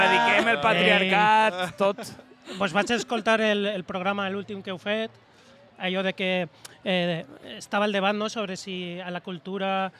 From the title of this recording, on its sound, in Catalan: Directe a la Vall d’Uixó